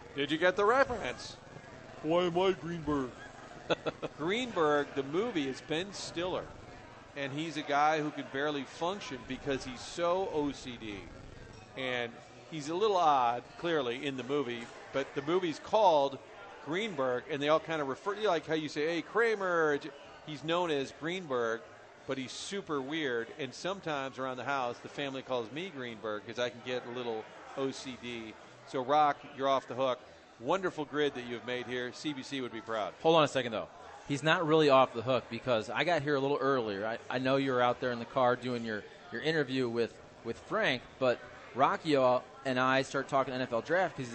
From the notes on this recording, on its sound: broadcasting live from the Social Bar and Grill